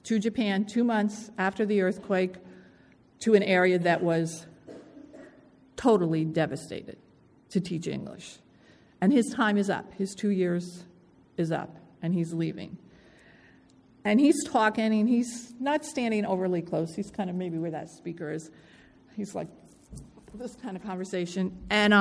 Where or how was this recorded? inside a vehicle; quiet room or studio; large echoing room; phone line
large echoing room